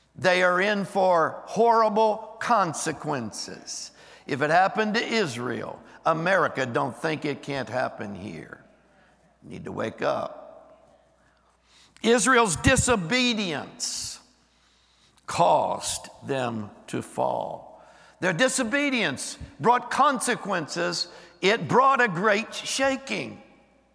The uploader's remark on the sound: Recorded live on 11/12/23.